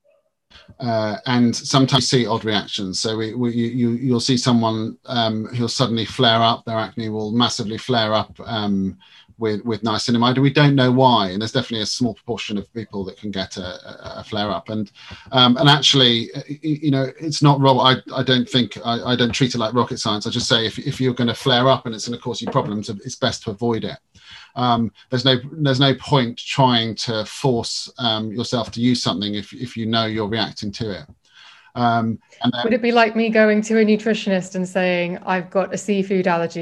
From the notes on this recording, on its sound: This episode was recorded via video call as lockdown restrictions meant we couldn't record in-person so there may be inconsistencies with sound.